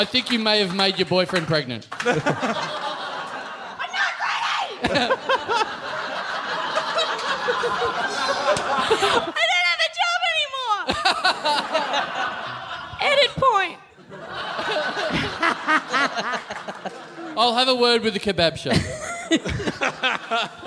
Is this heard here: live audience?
yes